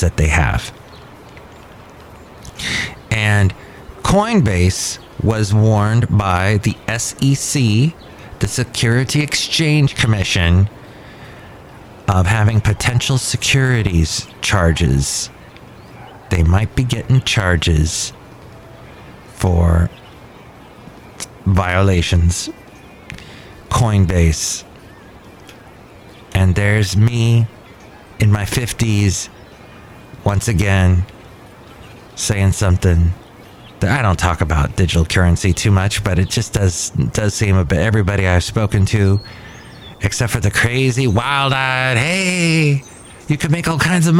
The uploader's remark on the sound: podcasts live from Cafe Anyway